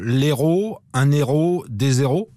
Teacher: Il est arrivé en français sous la même forme, avec ce H que l'on appelle muet, c'est-à-dire que, à la différence du H dit aspiré, c'est comme si ce H n'était pas là. On fait la liaison avec le mot précédent et on pratique l'élision comme avec une voyelle.